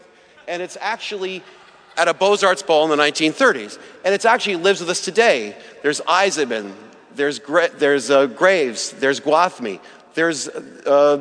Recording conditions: live audience